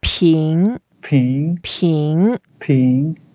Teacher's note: Okay, 评, that is the first word, it's the second tone. So we go up